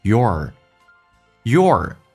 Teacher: Your 在美式发音当中，那么嘴巴凸出来收圆，整个舌身往回卷，重度卷舌。